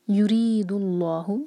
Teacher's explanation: لام جلالہ ہیوی اور ری باریک